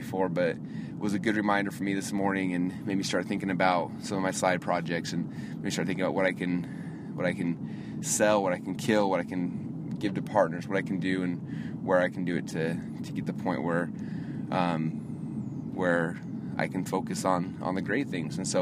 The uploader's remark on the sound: I’m actually driving right now in a brand new Lexus. I took mine in for an oil change, and it turns out something was jacking it, and so they wouldn’t give me a loaner car.